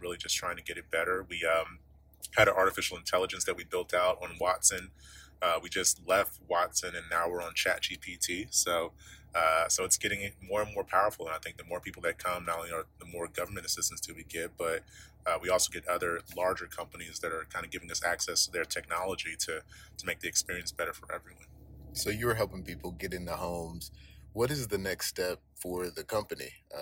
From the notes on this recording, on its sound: sat down outside of a local Orlando coffee shop